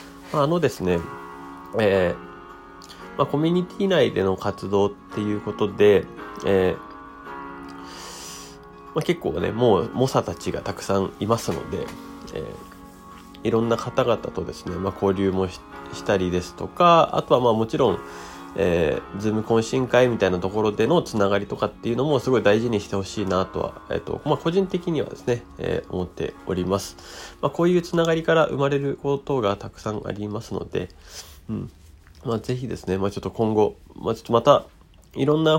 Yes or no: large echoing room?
no